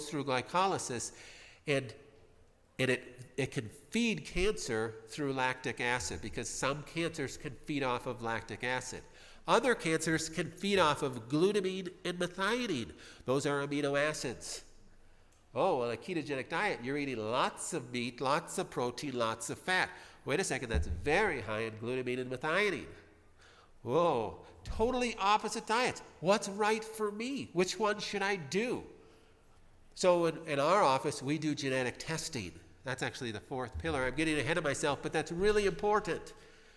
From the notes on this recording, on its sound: Spoke at the 45th Annual Cancer Control Society Conference. At the lovely Hilton hotel in Glendale, California.